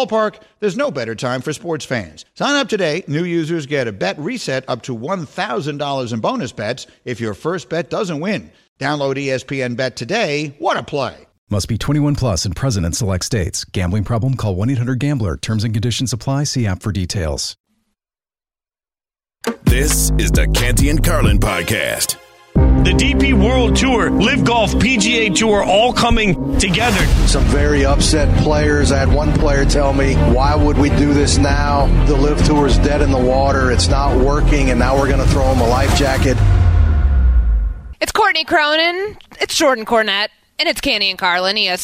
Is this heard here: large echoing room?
no